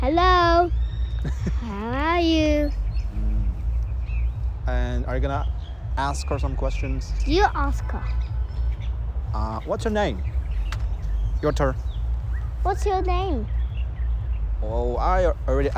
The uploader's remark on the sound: Another "walk and talk" episode recorded in Suzhou Central Park.